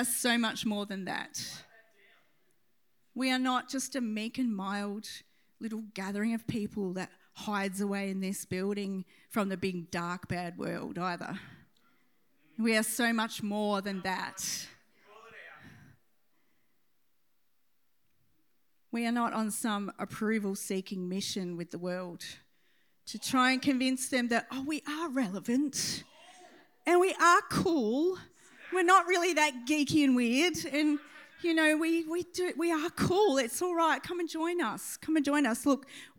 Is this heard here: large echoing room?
yes